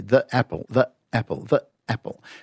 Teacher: And that little catch in the middle, it's called a glottal stop.